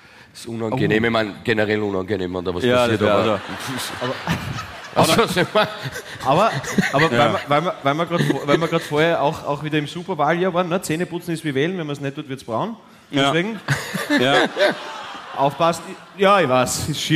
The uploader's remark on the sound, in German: LIVE-Aufzeichnung vom 27.01.2024 aus dem GLOBE Wien